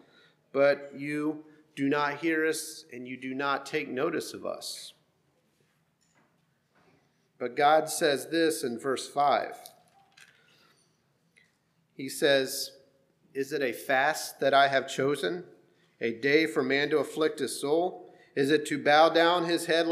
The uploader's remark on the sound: Sermon preached at HMC, October 29,2023